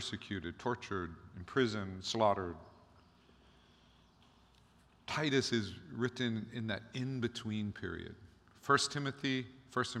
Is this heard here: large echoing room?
yes